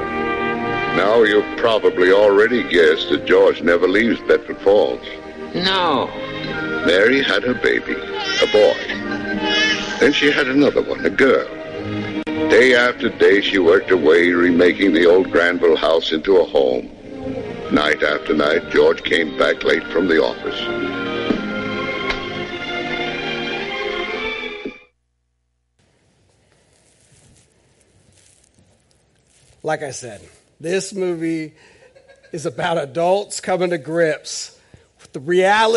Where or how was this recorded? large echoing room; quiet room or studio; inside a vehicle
large echoing room